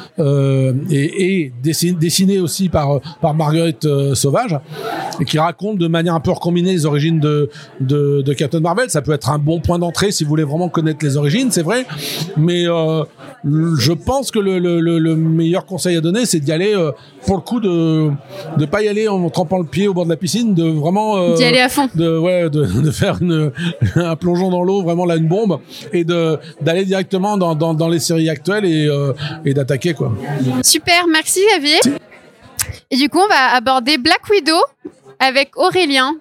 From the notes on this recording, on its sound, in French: Un épisode inédit que j'ai pu réaliser au cours d'une soirée presse pour le lancement de la collection Super-Héroïnes Marvel chez Panini Comics France !